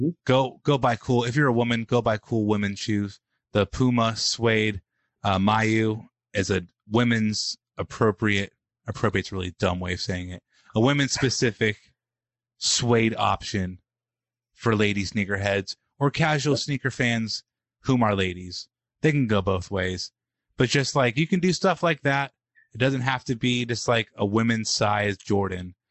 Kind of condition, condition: link, video call